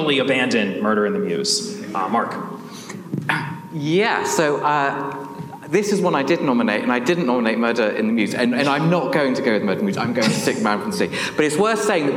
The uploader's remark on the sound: Recorded at the 2023 Agatha Christie Festival. Get ready for some hot mics: it's time for a live episode.